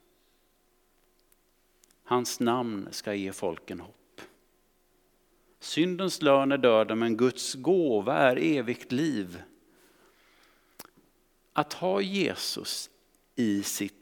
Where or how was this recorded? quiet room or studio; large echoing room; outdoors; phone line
large echoing room